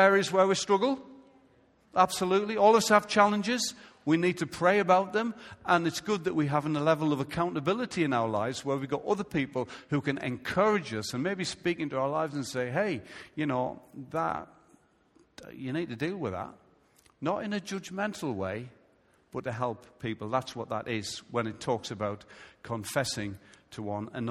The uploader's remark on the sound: Recorded live at Life Church on Sunday 2nd July 2017.